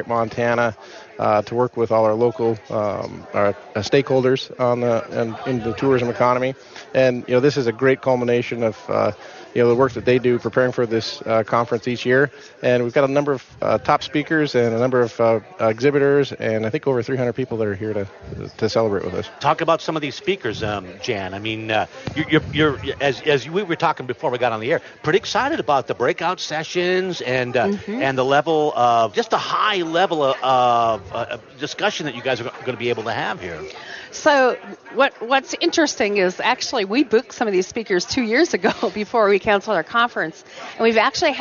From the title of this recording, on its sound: Live From the Governor’s Conference On Tourism & Recreation